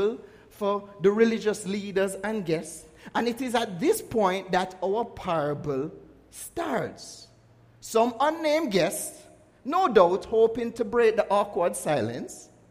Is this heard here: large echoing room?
yes